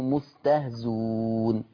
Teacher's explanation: الهمزة مضمومة وقبلها كسر فأبو جعفر هيحذف الهمزة فلما يحذف الهمزة هتبقى ازاي بقى وراها واو فتضم ازاي فتبقى